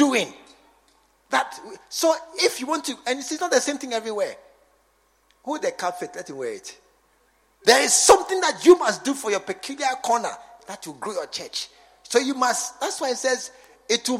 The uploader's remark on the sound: A message preached during SAT service at The True Vine Cathedral, Bantama.